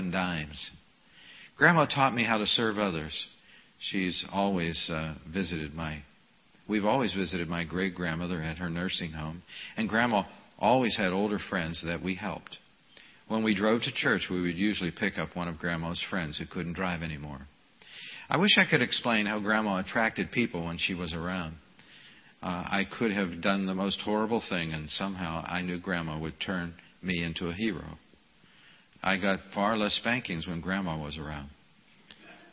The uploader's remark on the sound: This message was delivered at the Memorial service